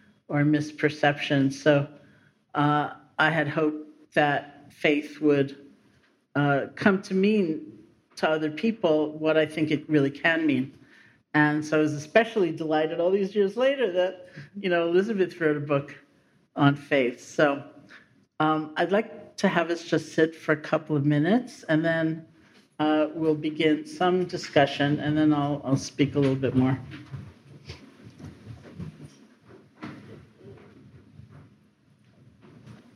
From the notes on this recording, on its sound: This episode was recorded live in the Spring of 2019 at New York Insight Meditation Center.